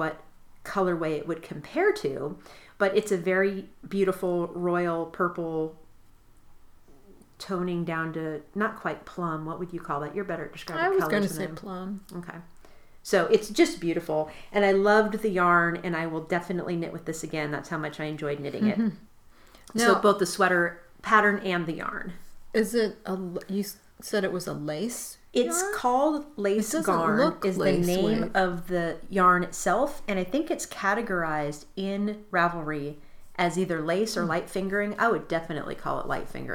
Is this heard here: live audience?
no